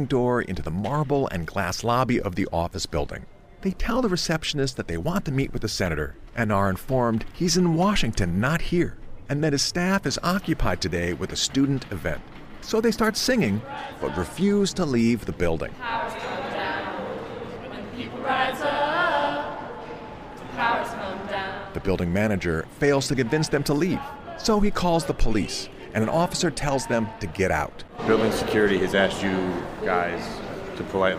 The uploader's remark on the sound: outside an office tower on Charles Street in downtown Baltimore